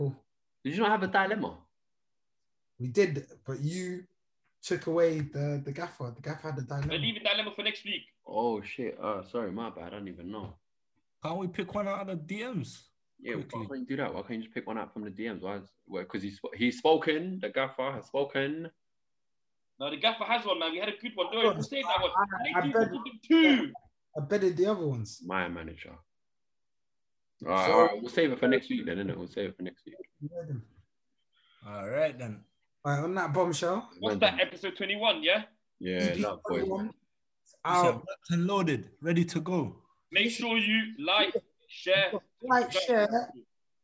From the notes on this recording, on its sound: As quarantine continues the Zoom talk continues.